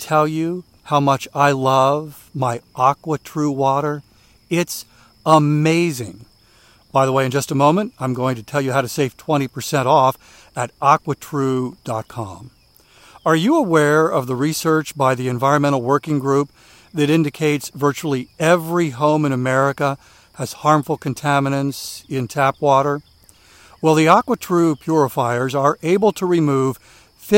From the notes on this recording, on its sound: During today's rainy walk